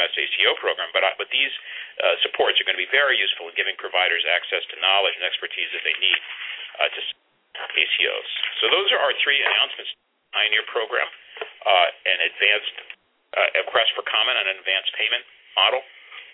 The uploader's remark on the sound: CMS conference call is marginal audio & our recording ends prematurely